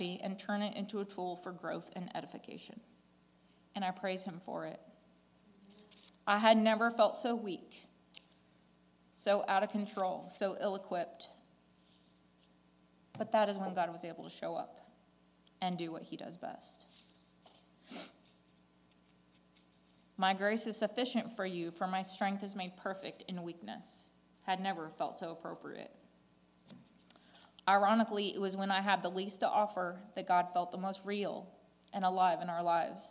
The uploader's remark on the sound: recorded on June 11, 2022, at the Ringgold Seventh-day Adventist Church